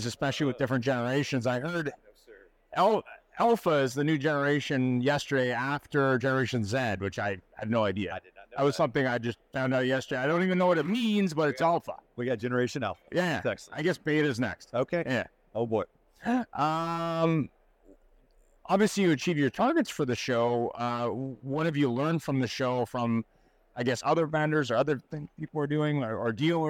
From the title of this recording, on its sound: "Live" from NADA 2024